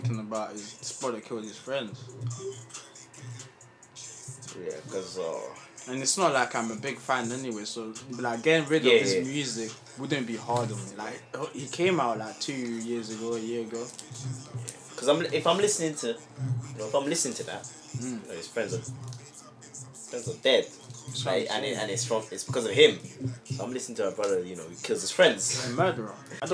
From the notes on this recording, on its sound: Poor audio this week due to background noise.